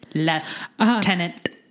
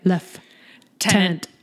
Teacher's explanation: still pronounce the word as though there is an F in it